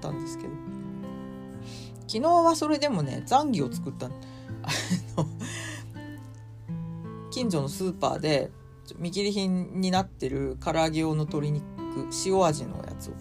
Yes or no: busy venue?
no